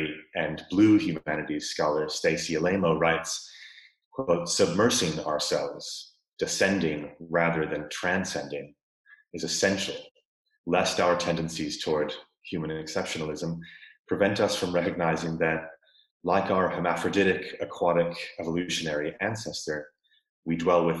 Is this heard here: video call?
yes